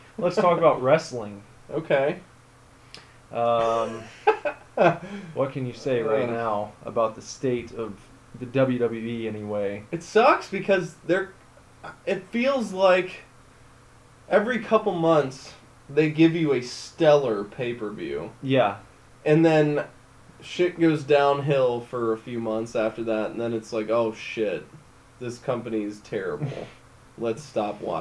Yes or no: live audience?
no